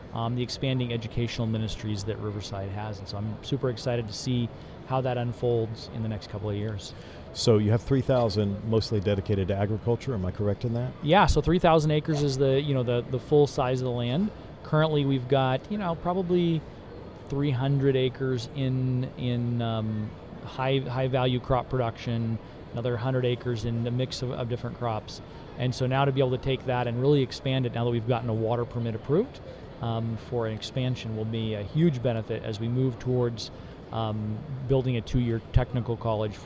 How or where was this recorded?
busy venue